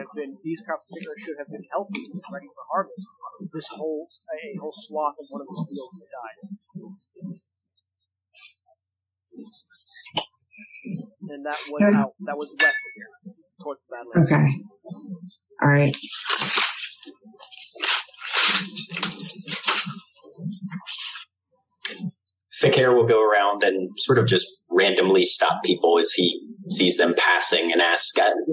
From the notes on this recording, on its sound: We apologize for the poor audio quality.